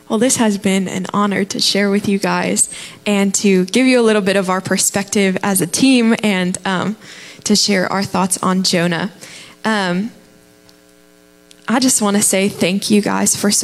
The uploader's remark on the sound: Live from The Summit Church in Dover, OH